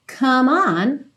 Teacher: Percebe como que essas duas palavras são ligadinhas, como é do come não é pronunciado, você já liga direto esse M no on